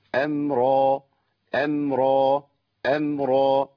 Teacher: الهمزة مرققة والميم مرققة والراء مفخمة